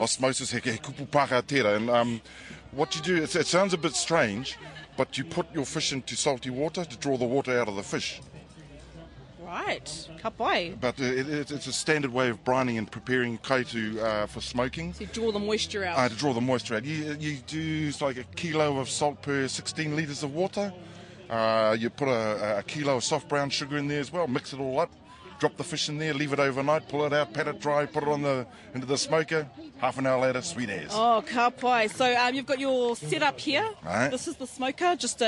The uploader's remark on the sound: At the annual Te ra o Te Kupenga gala day at Te Kura Kaupapa Maori o nga Mokopuna, Wellington.